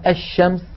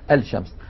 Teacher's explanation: بينما الشمس اللام مدغمة في الشين · Shown in: first take